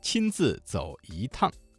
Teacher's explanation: 亲自走一趟，把宝物替你拿回来。好，这段故事听完了，在这句话当中啊，我会亲自走一趟，把宝物替你拿回来。哎，这里边哪个字发生了语流音变了呢？就是走一趟的一字，一在四声字前变成了二声